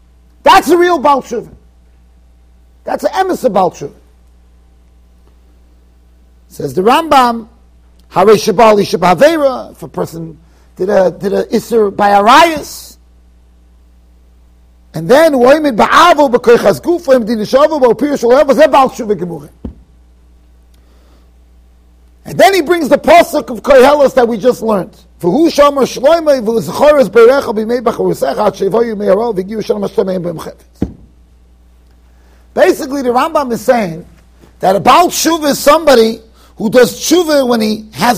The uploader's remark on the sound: Shiur recorded in Yeshivas Ohr Reuven, Monsey NY.